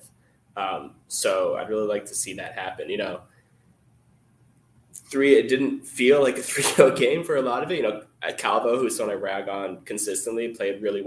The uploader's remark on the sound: LIVE from Yankee Stadium